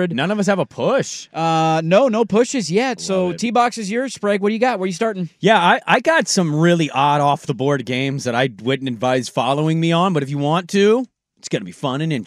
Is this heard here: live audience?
no